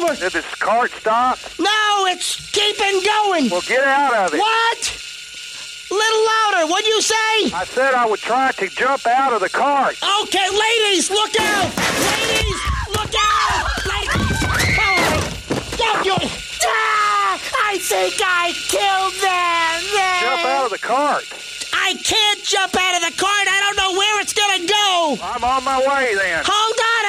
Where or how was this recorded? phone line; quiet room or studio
phone line